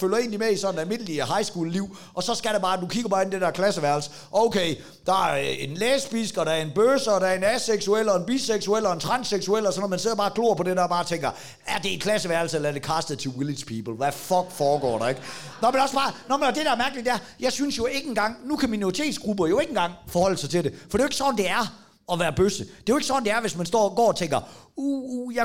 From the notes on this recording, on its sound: der er optaget live i Fredericia